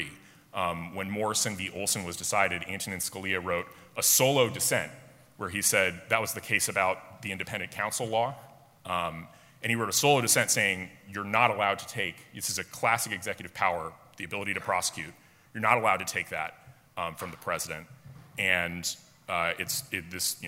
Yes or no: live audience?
yes